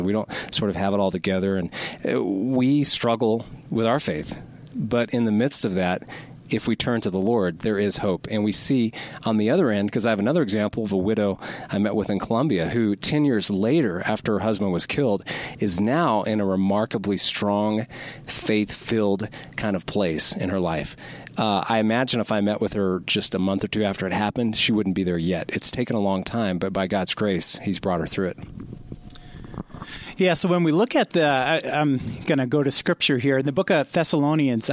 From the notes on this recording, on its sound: from a Colorado Springs Voice of the Martyrs conference